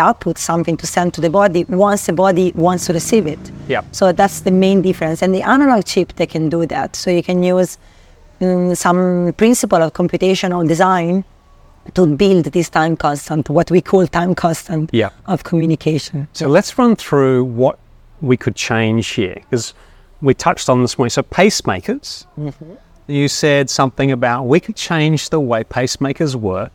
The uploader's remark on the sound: We recorded our conversation outdoors, at a beautiful seaside location at the 2023 NeuroEng Workshop hosted by the International Centre of Neurmorphic Systems , so you may hear the occasional walker or vehicle passing us. We recorded our conversation outdoors, at a beautiful seaside location at the 2023 NeuroEng Workshop hosted by the International Centre of Neurmorphic Systems , so you may hear the occasional walker or vehicle passing us.